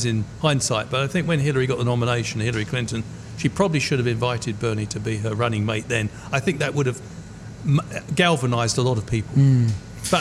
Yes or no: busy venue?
yes